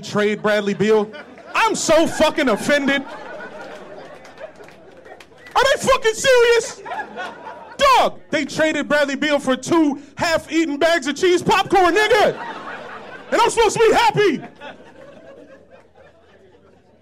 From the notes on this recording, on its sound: Live from the DC Improv.